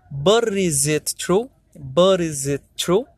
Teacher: instead of saying but is it true you flap the sound and becomes like a r sound